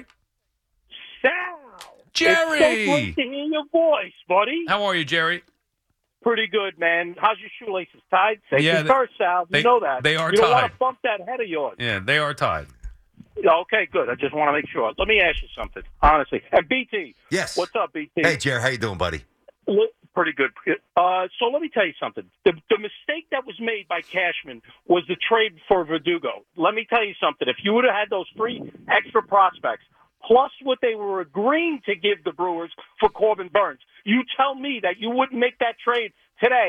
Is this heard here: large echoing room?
no